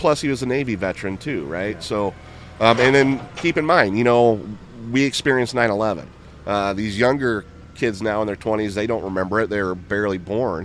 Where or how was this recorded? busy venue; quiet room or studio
busy venue